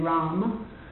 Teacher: So if we're going to chant all those 1,290 syllables, then we have to say Rama. In the Hindi language, there very often the A is cut off the end of words.